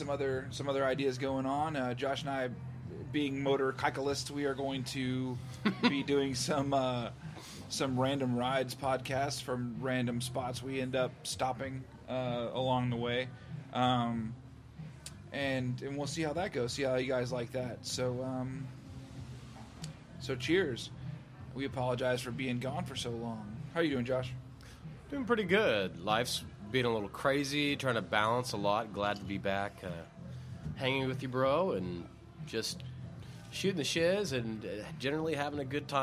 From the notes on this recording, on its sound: Take the conversation outside! Patio Talk.